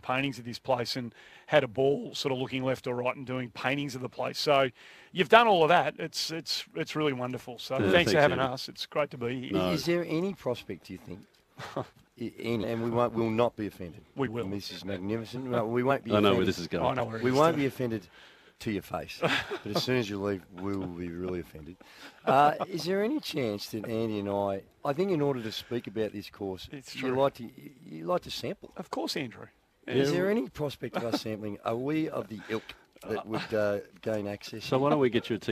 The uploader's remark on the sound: live on site at the Cathedral Golf Course